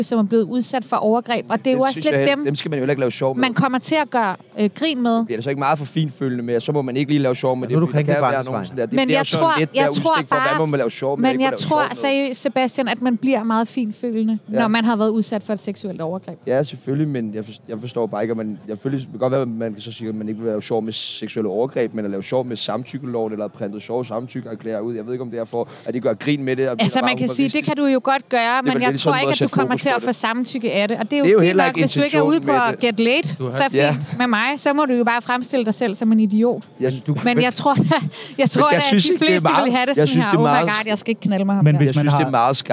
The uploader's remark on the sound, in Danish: direkte fra Mediebyen på Roskilde Festiva